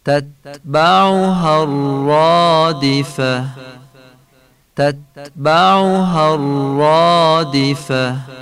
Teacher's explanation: ری الرادفه باید تفخیم بشه، باید درشت تلفظ بشه و تی گرد آخر آیم همونطور که میدونید تبدیل به هم میشه، الرادفتو میشه الرادفه.